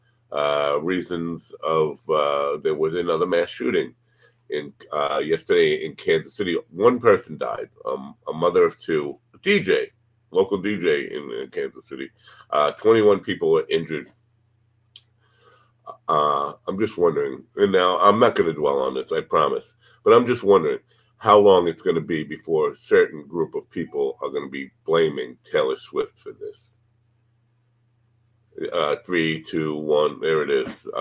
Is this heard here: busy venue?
no